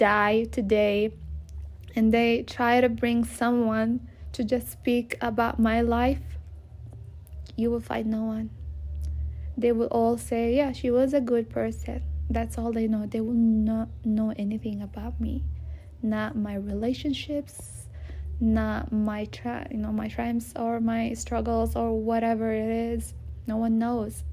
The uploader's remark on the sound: Please do understand this was not planned episode, so you might hear background noises and me stuttering or going back and forth with myself, or losing words.